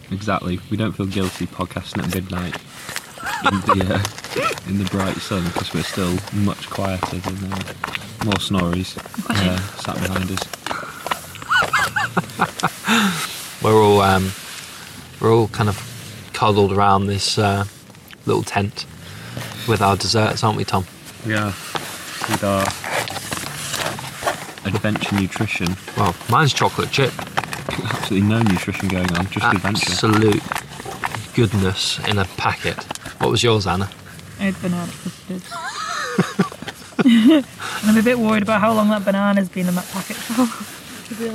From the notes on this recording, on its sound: This is a small collection of diaries from the road, recorded in the field after some long days on the bike.